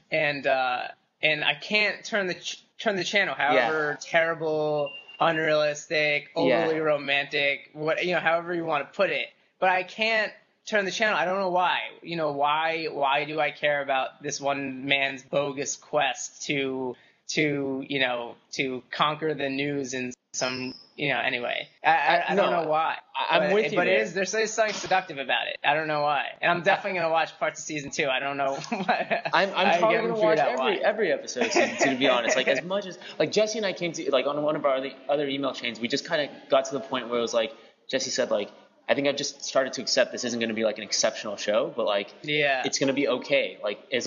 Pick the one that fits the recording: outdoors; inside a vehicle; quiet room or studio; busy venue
busy venue